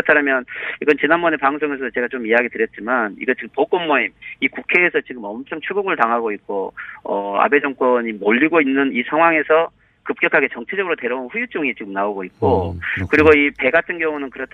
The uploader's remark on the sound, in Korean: 전화연결